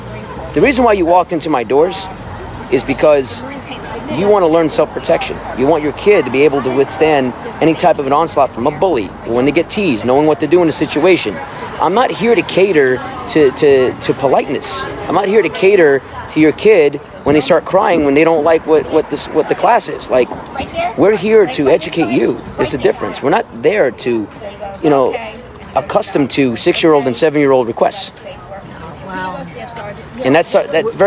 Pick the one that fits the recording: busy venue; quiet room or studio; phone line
busy venue